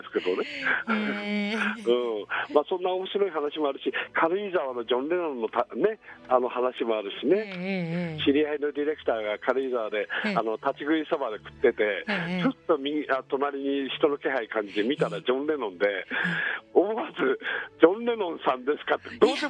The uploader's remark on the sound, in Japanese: 電話インタビュー。